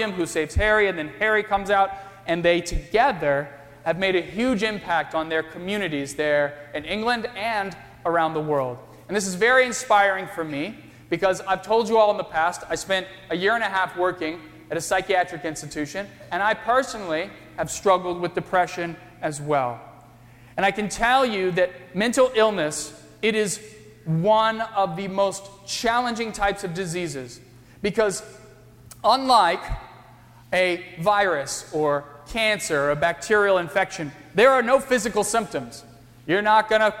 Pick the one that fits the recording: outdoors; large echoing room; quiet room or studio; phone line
large echoing room